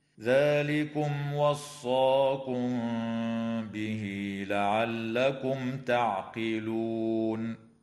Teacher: إظهار شفوي للميم الساكنة في كلمة ذلكم لوقوع الواو بعدها، وفي كلمة لعلكم لوقوع التاء بعدها. وأما الميم في كلمة وصاكم فقد وقعت قبل حرف الباء، فحكمها الإخفاء الشفوي مع الغنة. · وأما الميم في كلمة وصاكم فقد وقعت قبل حرف الباء، فحكمها الإخفاء الشفوي مع الغنة. وتوصل الهاء في قوله تعالى به لعلكم بياء تمد وصلا بمقدار 2 حركات